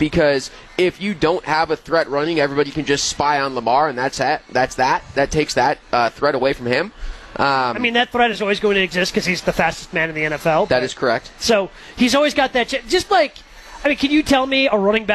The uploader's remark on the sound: Live From Summerfest.